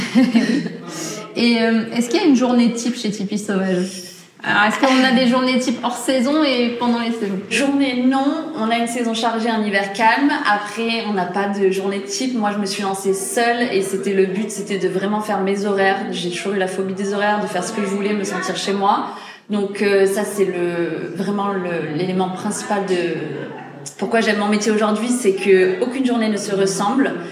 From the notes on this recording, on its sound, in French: On se retrouve aujourd’hui pour un nouvel épisode dédié au festival Andy ! Je me suis déplacée sur le Festival et j’ai interviewé plusieurs prestas qui exposaient. Tu entendras d’ailleurs l’effervescence qu’il y avait autour de nous.